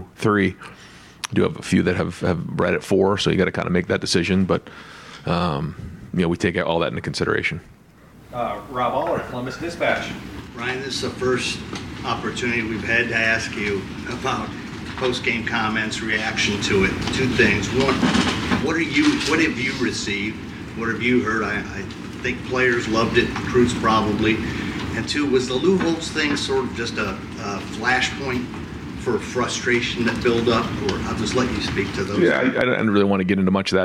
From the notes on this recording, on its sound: The Land-Grant Podcast Network will be bringing you uncut audio primarily from Ohio State press conferences, but also from individual interview sessions. Press conferences at the Woody Hayes Athletic Center. Met with the collected media.